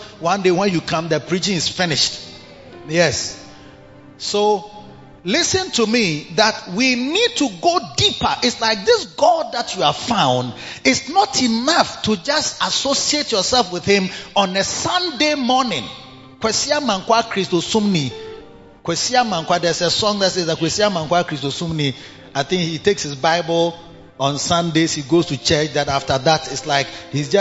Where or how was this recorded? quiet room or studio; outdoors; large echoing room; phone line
large echoing room